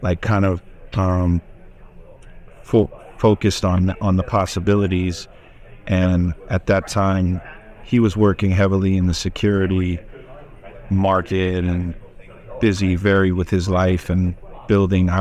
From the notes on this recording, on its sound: recorded on-site at Benzinga Cannabis Conference